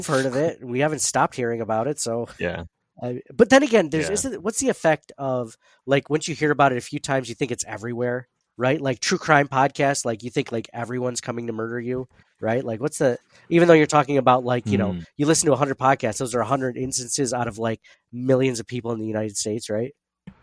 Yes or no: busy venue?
no